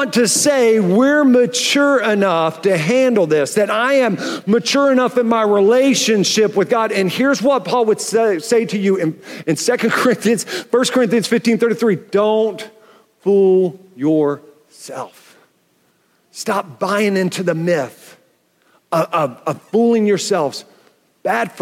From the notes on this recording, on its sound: Welcome to Foundations Church Tulsa live! We're a church in Oklahoma.